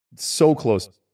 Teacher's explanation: He uses a bit of a diphthong for so, but a short one. And then I think he's only using the vowel O for close.